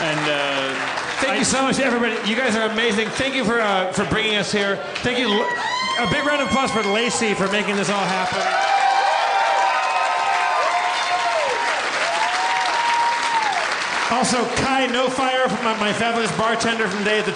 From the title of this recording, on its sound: LIVE from the Cherokee Casino in West Siloam Springs, OK